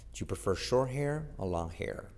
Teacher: Mira que la R no la pronuncio, no digo or, sino o long.